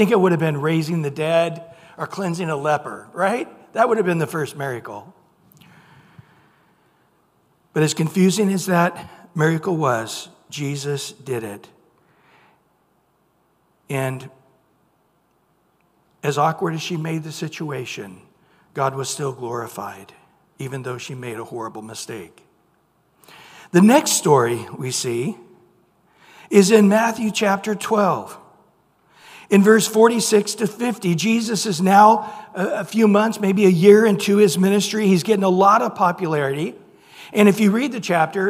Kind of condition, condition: setting, large echoing room